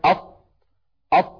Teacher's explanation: نجد بأن قطعة من اللسان قد انطبقت على غار الحنك الأعلى. ولما نقول أض أيضا نلاحظ هذا الأمر. · Term: الإطباق